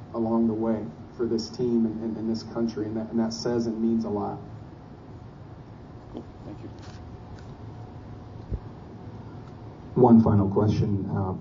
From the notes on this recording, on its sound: Canada Basketball post game press conference. Met post-game with the media.